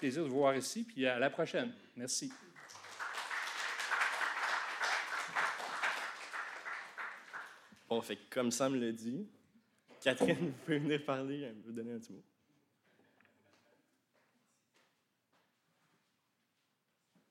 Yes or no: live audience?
yes